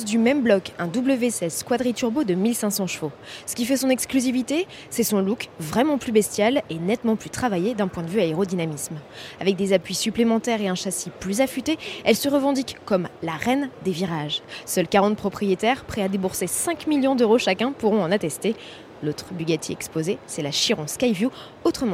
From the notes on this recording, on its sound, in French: En direct du Mondial de Paris 2018. Auto Plus vous propose un tour d’horizon des plus belles sur ce salon.